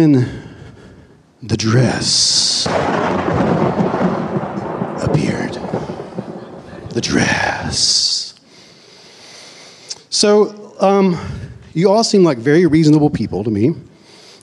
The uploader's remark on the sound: live in New York, at The Bell House, in Brooklyn